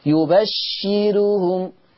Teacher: أدي الراء مضمومة وأدي قبلها الشين مكسورة، إذن هذه الراء مرققة لورش · Term: ترقيق الراء